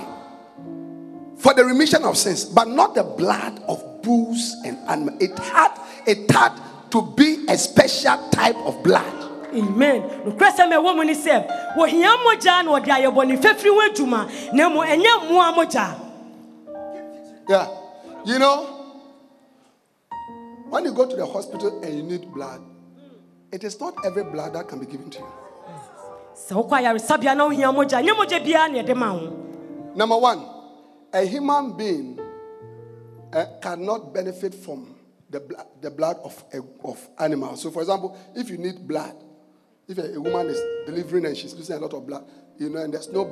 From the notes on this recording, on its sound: Preached at the Jesus Encounter Service